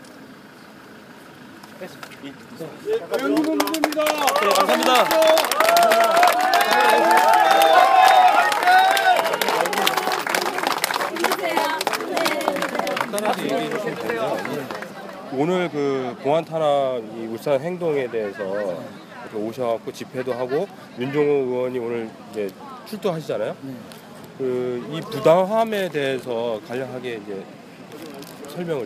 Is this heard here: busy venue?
yes